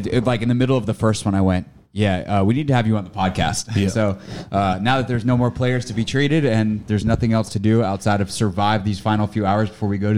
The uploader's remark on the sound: recorded at Onyx Elite's Winter Performance Camp